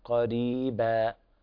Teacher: لابد من بيان ترقيق الراء هنا، قريبا بهذه الطريقة.